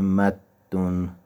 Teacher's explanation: یا مثلا کلمه مدون بر وزن فعلون که مستر مده یمد دوه، دو تا دال داره، دال اول ساکنه، دال دوم متحرک. دال اول رو در دال دوم داخل میکنیم و به صورت مشدد تلفظ میکنیم، میشه مدون. · Term: ادغام